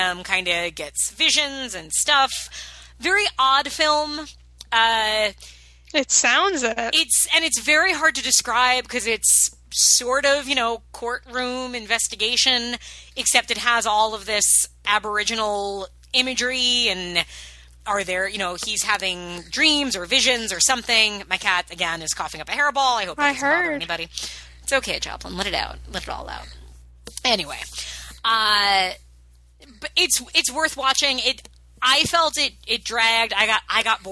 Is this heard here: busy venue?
no